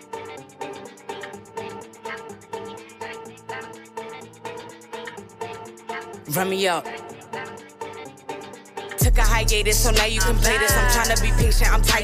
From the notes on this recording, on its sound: live at the Hood Media NYC’s Media Day Mayhem